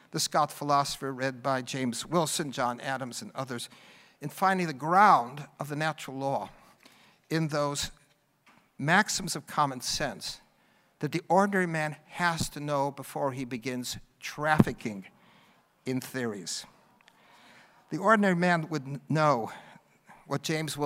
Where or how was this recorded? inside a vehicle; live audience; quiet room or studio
live audience